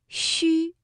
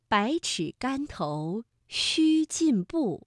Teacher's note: 略微的向前突出，气流从舌面和硬腭之间轻轻送出，声带震动，读音轻而短